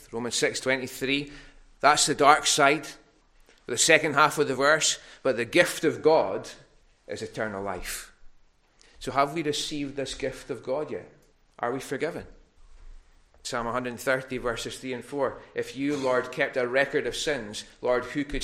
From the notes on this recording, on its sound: Recorded at North Harris Free Church on Sunday Evening 5th September 2021